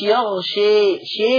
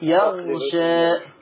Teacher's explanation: مش عايزك تميل بالألف قوي · Shown in: second take · ما تقولش يغشي شي، لا يغشى.